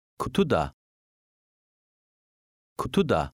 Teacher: Now we are adding the particle da to a two-syllable word. The three syllables are pronounced as one word, but the stress remains on the second syllable of the first word.